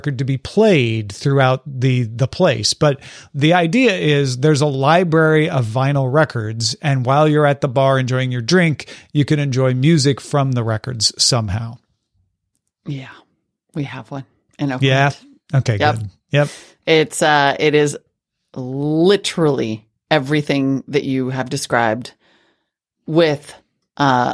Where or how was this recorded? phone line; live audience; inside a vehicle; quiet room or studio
quiet room or studio